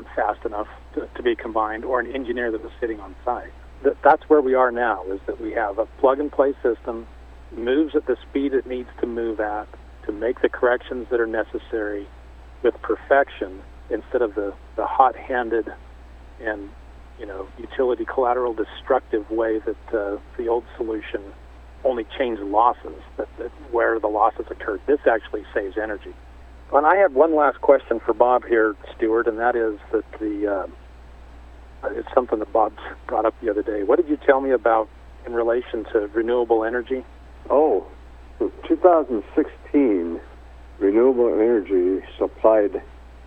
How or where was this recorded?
phone line